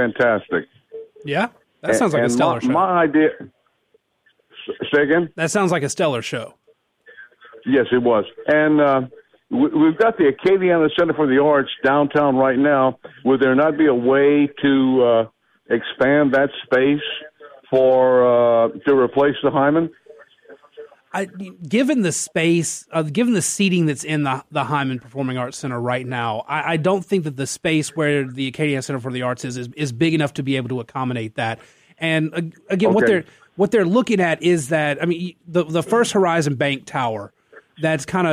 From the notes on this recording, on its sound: A lot of listeners have opinions and decide to call in.